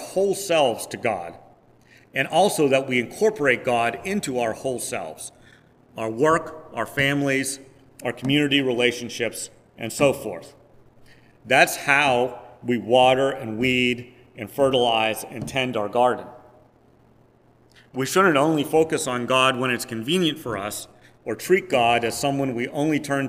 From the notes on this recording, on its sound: Preached on August 7, 2022, at First Presbyterian Church of Rolla.